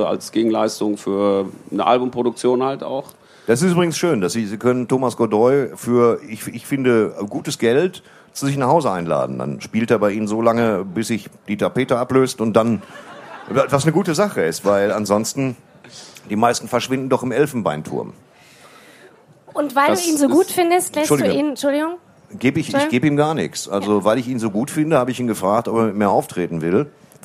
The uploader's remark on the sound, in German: Live vom ZFR. Beim diesjährigen Zeltfestival Ruhr am Kemnader See.